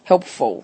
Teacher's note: helpful 的 p 是无声的